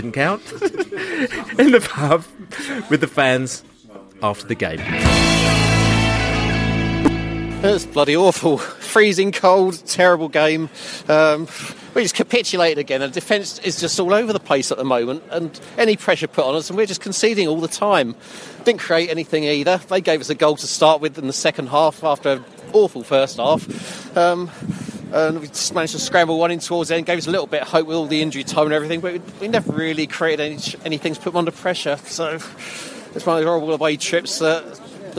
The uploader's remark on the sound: Pre-Barnsley Podcast from the Pub.